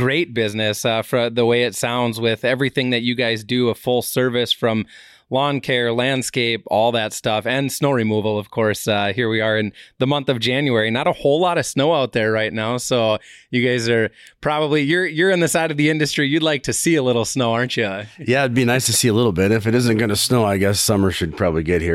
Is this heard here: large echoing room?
no